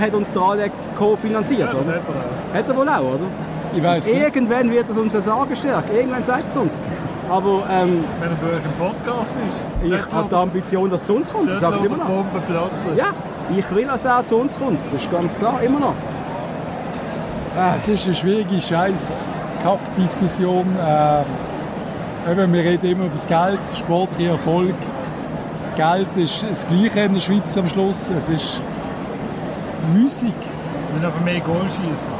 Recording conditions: busy venue